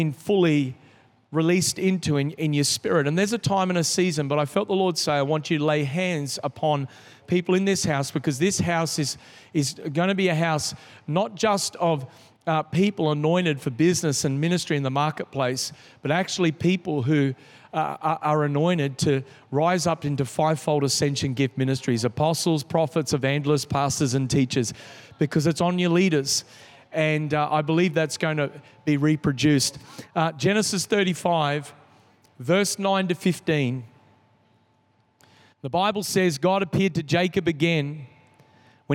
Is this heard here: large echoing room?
yes